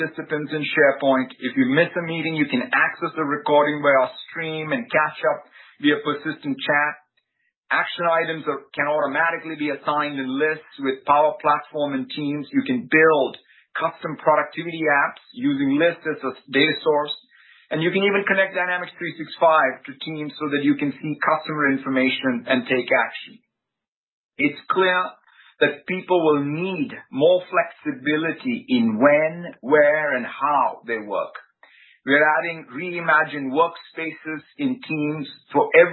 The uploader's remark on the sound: Conference Call